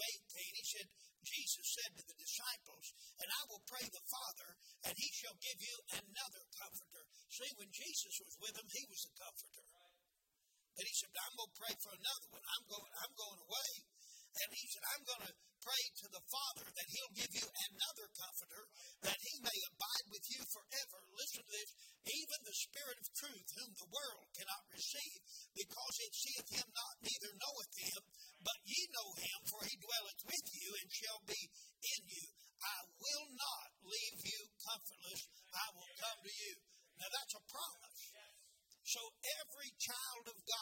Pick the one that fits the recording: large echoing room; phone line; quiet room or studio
large echoing room